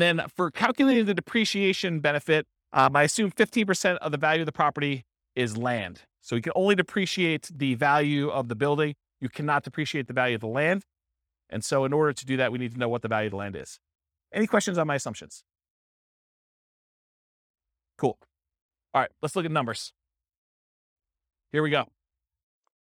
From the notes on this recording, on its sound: This was a live class recorded